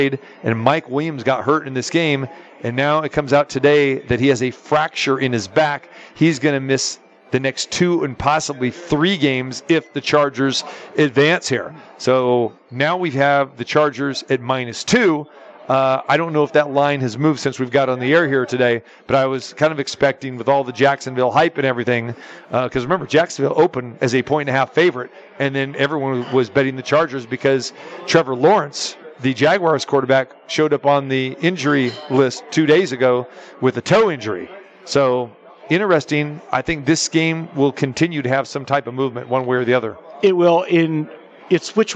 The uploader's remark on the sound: Live From The Superbook at the Westgate Las Vegas